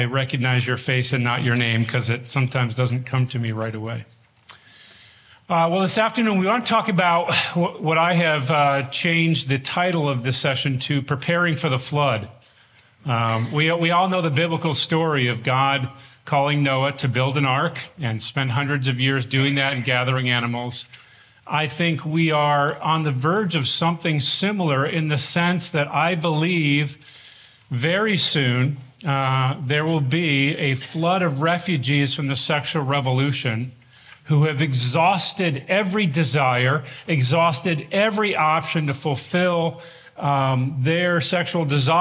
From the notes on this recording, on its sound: This workshop from the Shepherds 360 Conference in 2023